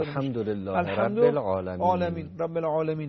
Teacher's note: ح و عین هر دو از حلق، ح در حلق ایجاد میشه، عین از میان حلق به صورت نرم ایجاد، به صورت نرم ایجاد میشه.